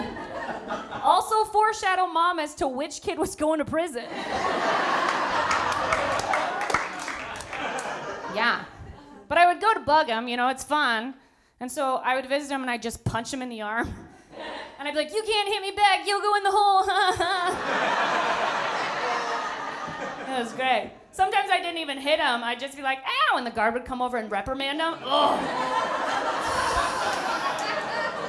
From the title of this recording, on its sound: With A Live Audience